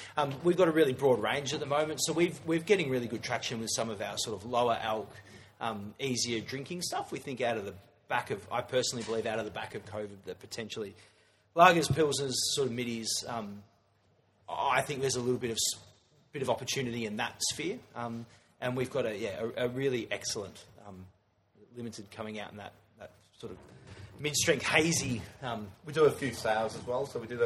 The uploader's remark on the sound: In front of a great live audience. Live at Masterson’s. As ever with a live show there are a few audio issues to deal.